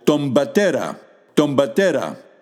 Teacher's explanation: The first word ends in ni, n, and the next word begins with a p, in which case, at conversational speed, you have the option to pronounce them as mb. So again, ni, pi, when they're joined together at conversational speed, they're pronounced mb.